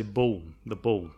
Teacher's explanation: I pronounce the L at the end of ball less than other people because I'm from the south of England.